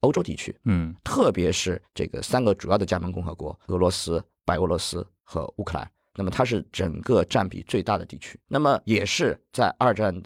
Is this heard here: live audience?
no